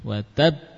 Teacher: Ba yang pertama hanya merapat bibirnya. Ya. Kapan membuka? Pada ketukan yang kedua.